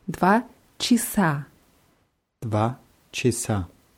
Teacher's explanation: das erste A wird hier eher wie ein I ausgesprochen und das letzte A betont